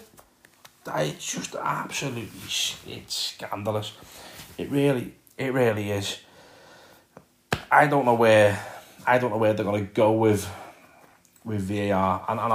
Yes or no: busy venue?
no